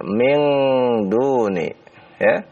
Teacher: Min nun ketemu dal, ikhfa ya. Kalau ikhfa jangan bacanya min ya. Kalau bacanya min berarti enggak ada ikhfanya itu.